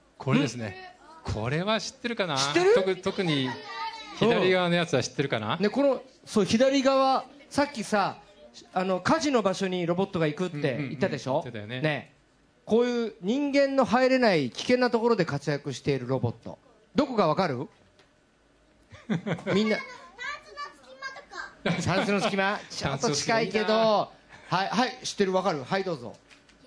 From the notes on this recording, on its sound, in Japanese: 公開録音